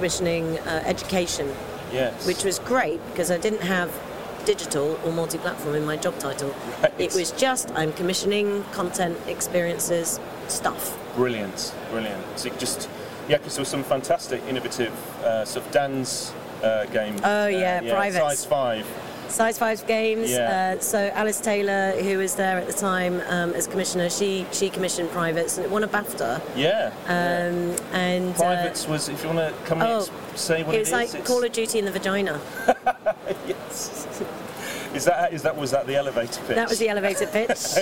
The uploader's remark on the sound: at Gamescom 2018 in Cologne, Germany